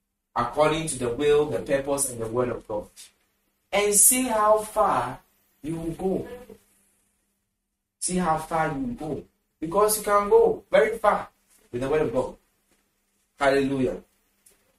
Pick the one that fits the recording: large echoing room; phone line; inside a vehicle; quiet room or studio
large echoing room